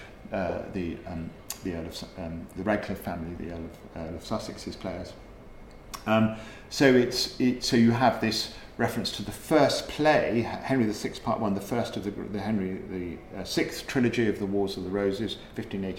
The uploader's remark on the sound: We recorded this podcast at The Lord Strange pub. Another one of Prescot’s gems The Lord Strange is a comfy cozy pub.